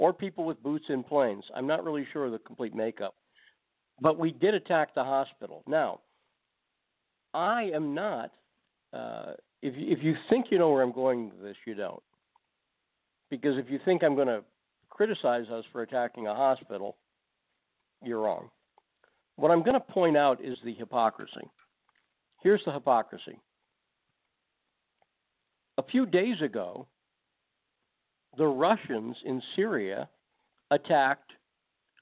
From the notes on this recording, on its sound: takes your phone calls